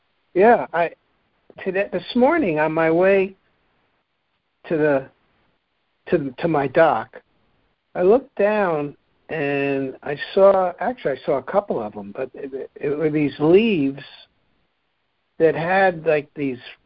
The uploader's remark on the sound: ACIM Daily Conference Call